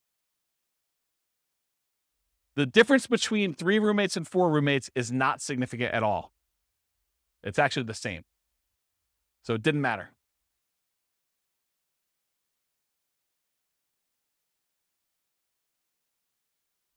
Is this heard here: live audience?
yes